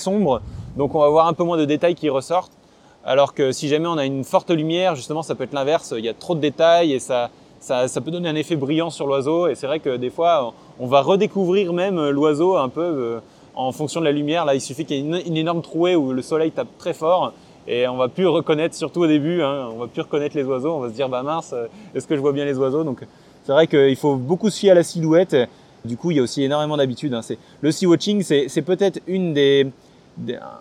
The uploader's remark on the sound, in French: Cet épisode a été enregistré le 29 octobre 2023 sur les falaises du Cap Gris Nez, l'un des meilleurs endroits en France pour faire du Seawatch !